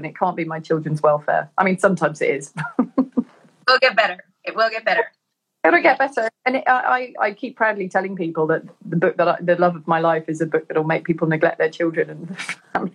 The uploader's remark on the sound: an Instagram Live